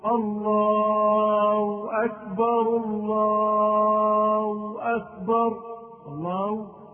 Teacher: ومن أخطاء بعض المؤذنين أنهم يبدلون الهاء واوا في لفظ الله أكبر، فينطقها أحدهم الله أكبر الله أكبر الله ولا يقول الله، وهذا خطأ فادح ينبغي التنبه له، لأن بعض المؤذنين يؤذن وهو لم يتعلم الأذان أصلا، وإنما ينبغي أن يظهر الهاء فيقول الله أكبر الله هو. · Term: إبدالها واوا